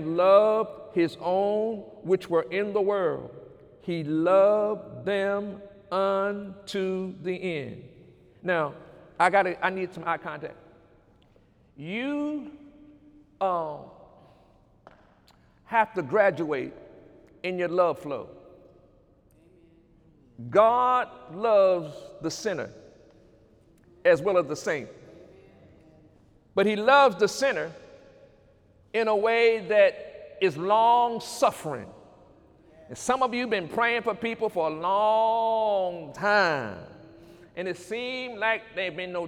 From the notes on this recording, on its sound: During Sunday morning service on April 14, 2019.